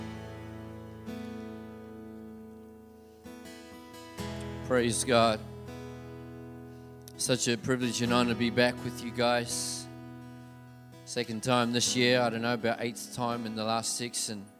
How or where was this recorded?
large echoing room